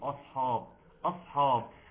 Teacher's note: ترقيق الهمزه وتفخيم الصاد زائد الصفير اللي فيه اص.